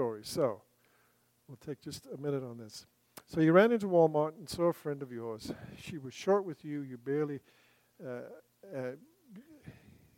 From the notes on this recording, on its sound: recorded September 28, 2023, at Ringgold Seventh-day Adventist Church.